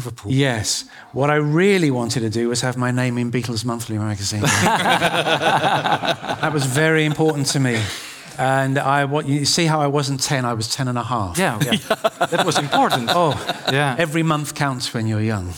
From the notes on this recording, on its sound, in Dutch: Op 11 maart 2023 vierden wij ons 10-jarig jubileum met een live event in het gebouw van Beeld & Geluid in Hilversum.